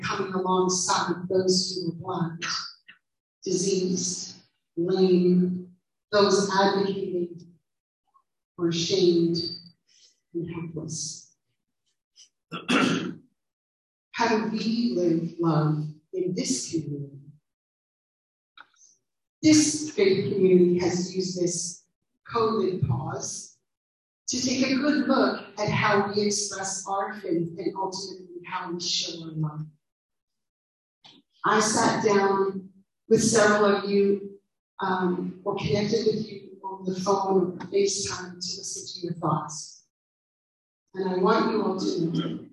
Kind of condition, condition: fault, poor sound quality